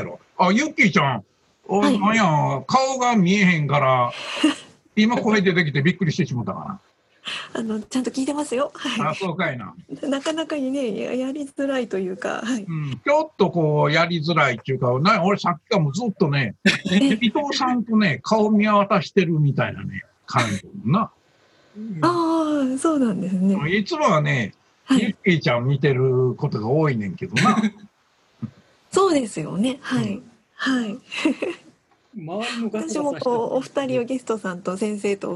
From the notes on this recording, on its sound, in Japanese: 今回は、なんと初のZOOM収録を4月21日に行いました。